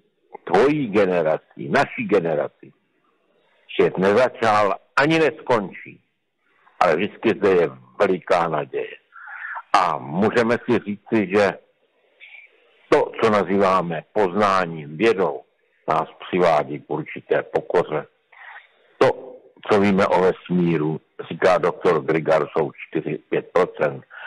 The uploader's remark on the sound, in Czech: Nahráno telefonicky